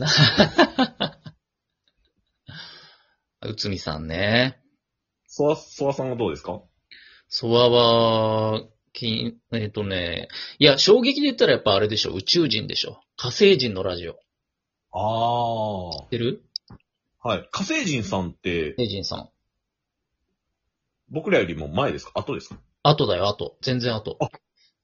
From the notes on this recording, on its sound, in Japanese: リモート収録